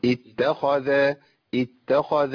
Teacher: التاء مرققه، صح؟ والخاء مفخمه، والذال مرققه